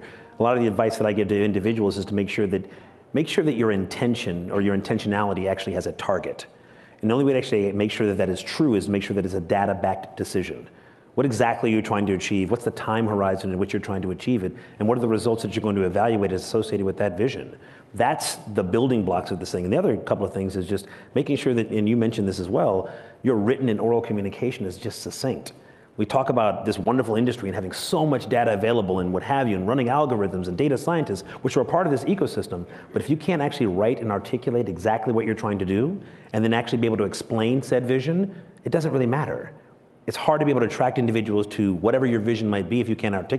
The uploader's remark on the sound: Recorded at AWNewYork 2021